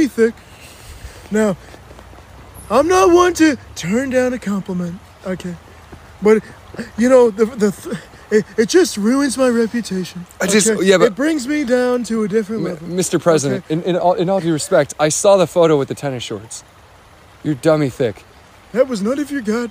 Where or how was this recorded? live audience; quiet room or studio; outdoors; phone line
outdoors